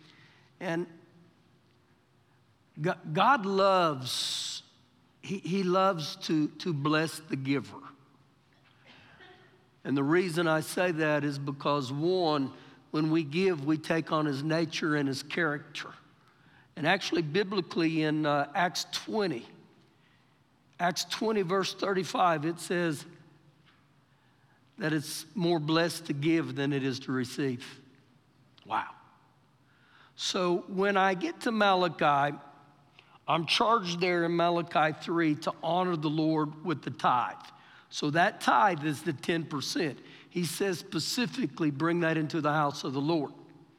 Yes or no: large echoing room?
yes